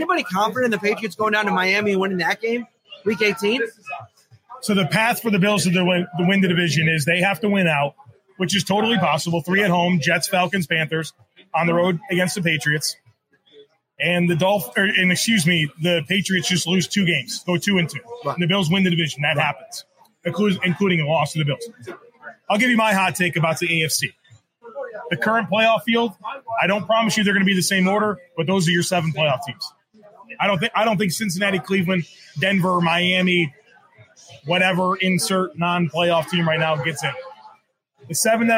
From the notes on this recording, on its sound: Live from Sonny Red's. Live at Sonny Red's in Lackawanna.